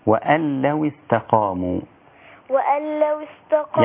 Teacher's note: مفيش غنى على اللام على اللام المشددة